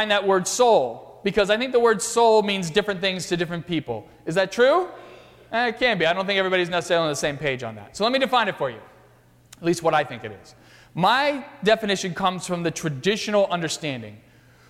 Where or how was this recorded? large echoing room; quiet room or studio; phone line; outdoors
large echoing room